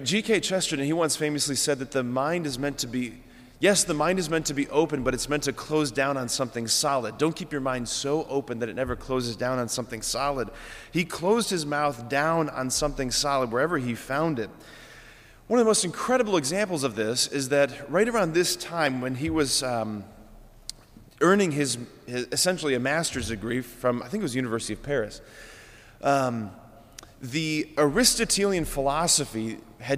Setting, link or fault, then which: setting, large echoing room